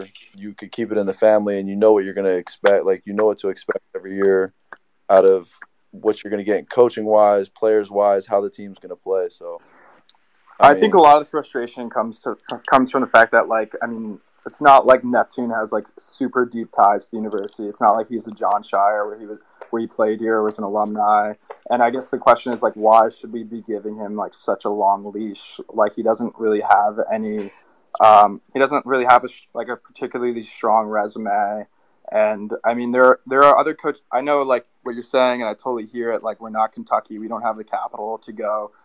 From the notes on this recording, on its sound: Many fans also took advantage of this time to talk about their thoughts on the season so far.